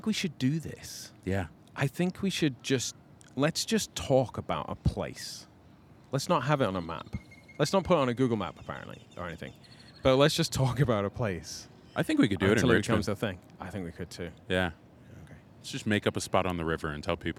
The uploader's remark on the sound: “Live” from San Antonio de Valero Mission of The Alamo.